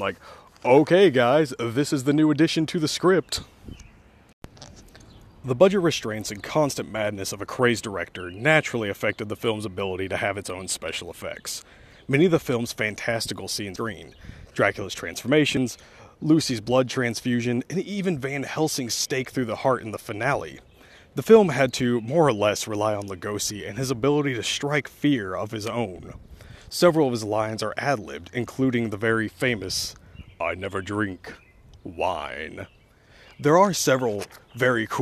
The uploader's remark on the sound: while walking down the road